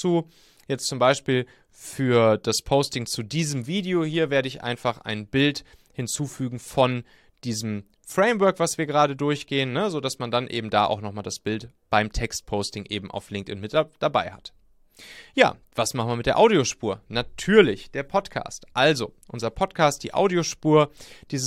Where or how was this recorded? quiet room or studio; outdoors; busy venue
quiet room or studio